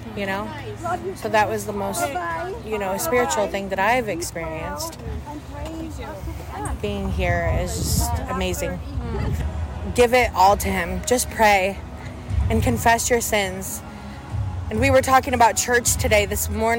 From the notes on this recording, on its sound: Live from Revive Cedar Rapids. This episode of The Elim Podcast is brought to you straight in the heart of Cedar Rapids. This recap is literally live immediately after the time of worship wrapped up at Revive CR, where we had the opportunity to hear the hearts of a few friends and family members at The Well.